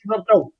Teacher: قرأ فلان بإبدال الهمزة الثانية حرف مد طويل